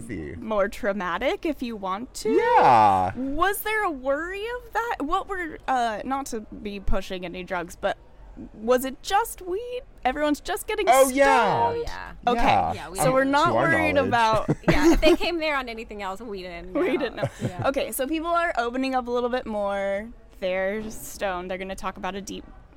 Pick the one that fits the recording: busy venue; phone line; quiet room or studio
busy venue